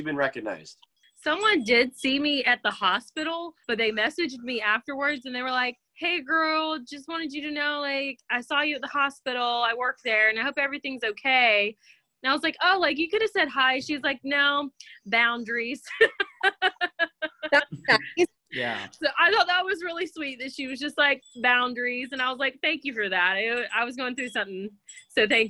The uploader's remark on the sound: we are back in action via ZOOM.